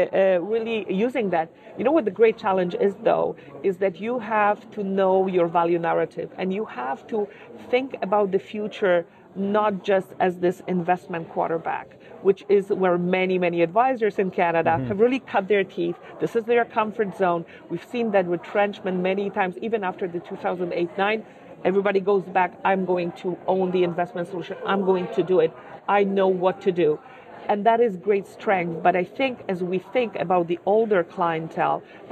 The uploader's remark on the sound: chatted with us at the 2018 Mindpath CETFA ETF Conference